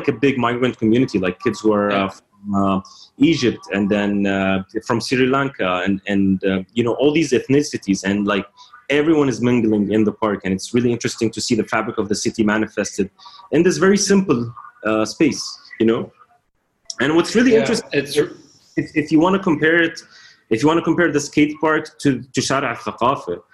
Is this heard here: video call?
yes